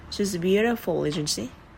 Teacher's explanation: Xuống giọng ở cuối câu.